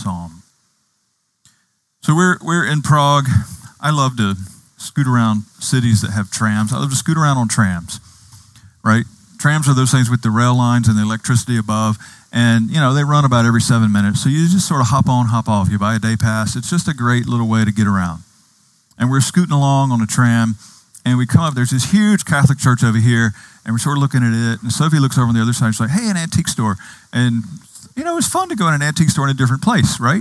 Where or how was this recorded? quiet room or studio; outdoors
outdoors